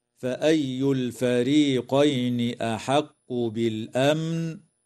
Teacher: وتظهر الميم الساكنة في كلمة بالأمن، ويسمى إظهارا شفويا.